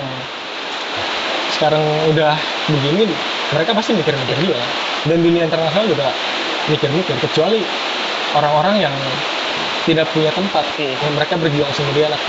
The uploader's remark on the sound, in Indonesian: obrolan ini juga kami rekam di Kedai Loe Min Toe sehingga suara aliran sungai yang deras di belakang kedai mungkin cukup mengganggu pendengaran